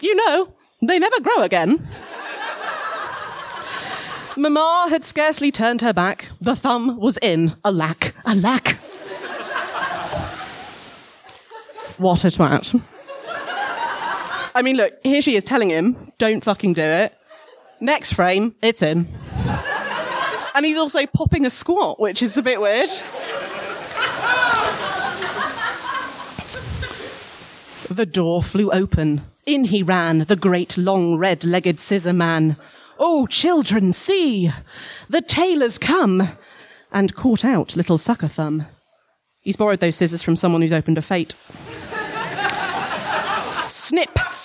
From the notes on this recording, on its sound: The Scare Slam - Live from the Pleasance Theatre, London - 11th October 2019. Part of the London Horror Festival.